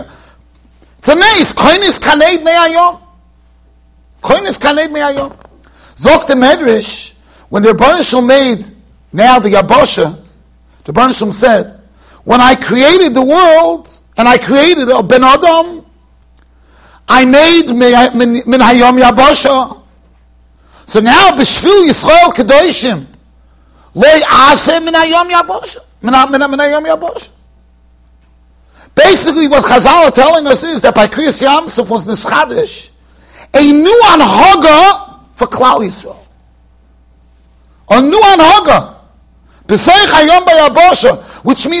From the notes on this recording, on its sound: Shiur recorded in Yeshivas Ohr Reuven, Monsey NY.